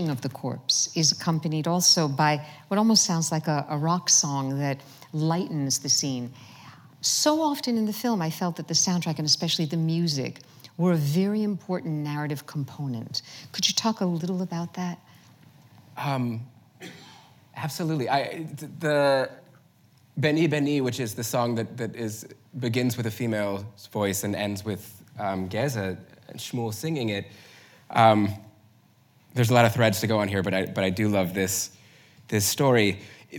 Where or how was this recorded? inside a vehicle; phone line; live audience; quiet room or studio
live audience